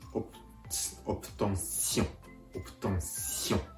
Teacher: ながら鼻から息を抜かすようにシオンシオンと柔らかく発音してあげるところがポイントです柔らかくと言われてもちょっと分かりづらいかもしれませんポイントとしては、んを発音するときに、口からんと発音する代わりに、鼻からん、んと気持ち発音するような形で、このシオンを言ってあげると、うまくいってます。オプオプトンシオン、オプトンシオンですね。最後にもう一度発音します。取得、フランス語で、オプトンシオンです。当塾ではフランス留学で夢を叶えたいそんな方のためのオンライン講座を提供していますご興味のある方詳しく知りたい方はこの動画の詳細記述欄をご覧ください。